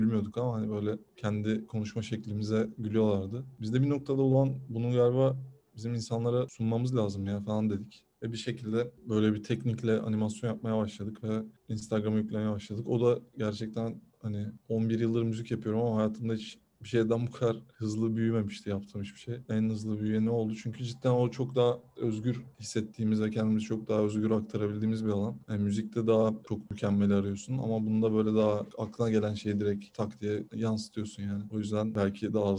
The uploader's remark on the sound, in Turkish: Röportaj dijital ortamda gerçekleştiği için ses kalitesinin sağlanamadığı kısımlar için affınıza sığınıyorum.